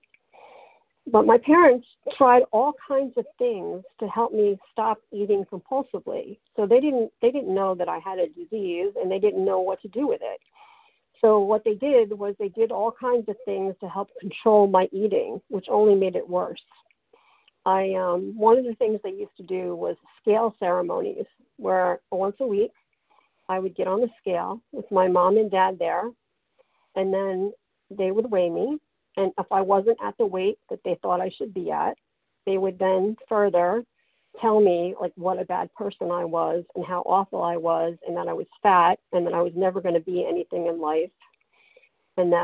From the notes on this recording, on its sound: qualification from the 100 Pounders Phone Meeting